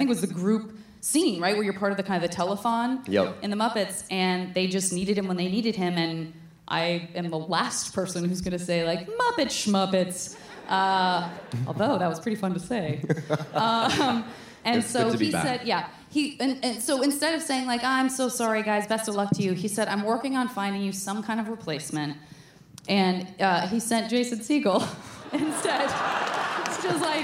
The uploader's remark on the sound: the audio from January's SF Sketchfest